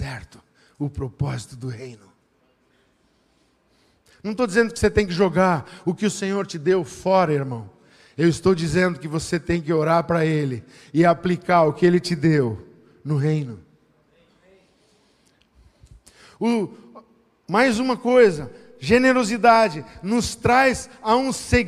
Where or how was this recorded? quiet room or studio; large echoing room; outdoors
large echoing room